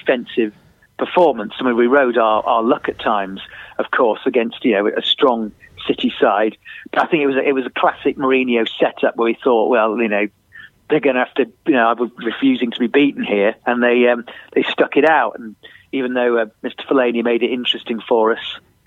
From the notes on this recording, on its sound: on the phone